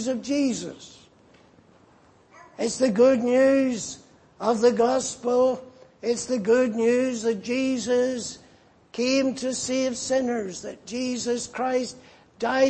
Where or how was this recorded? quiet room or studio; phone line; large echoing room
large echoing room